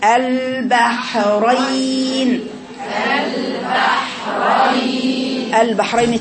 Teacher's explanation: هي ليست راء هي راء البحرين راء مفخمه